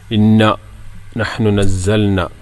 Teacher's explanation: ഇന്ന നൂൻ ശബ്ദമുള്ളത് നന്നായിട്ട് മണിക്കുക